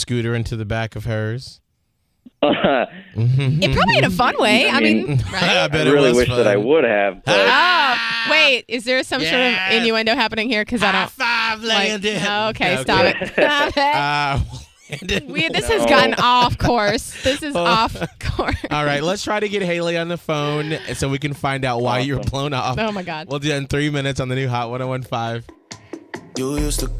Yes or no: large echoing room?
no